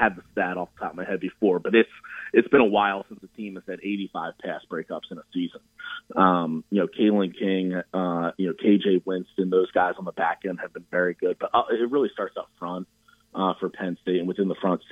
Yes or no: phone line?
yes